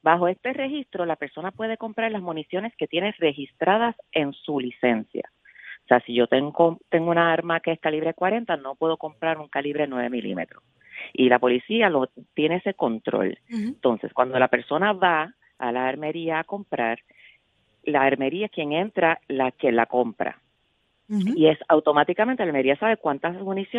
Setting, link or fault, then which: link, phone line